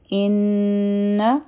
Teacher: او دا دی اوله دی حمزه، او بیا دی نون مشدد. نو حمزه به مونږ د نون مشدد سره یو ځای کړو، غنه به وکړو، نو دا به شي ان.